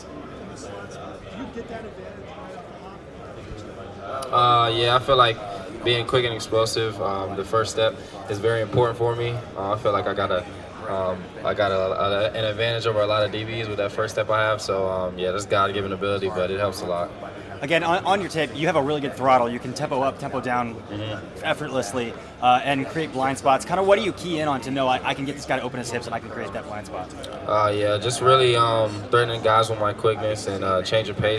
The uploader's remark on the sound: Press Conference from the NFL Combine. From the 2023 NFL Scouting Combine.